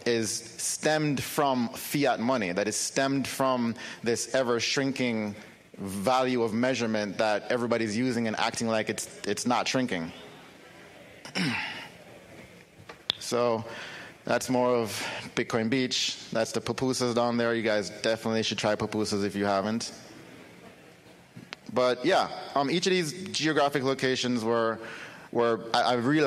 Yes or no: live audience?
yes